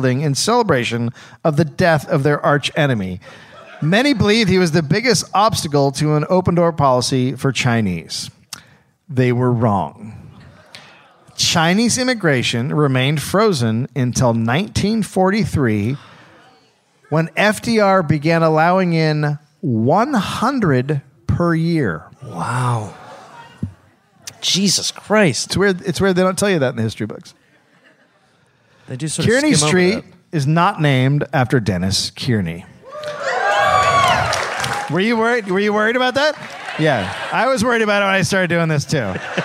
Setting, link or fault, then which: setting, live audience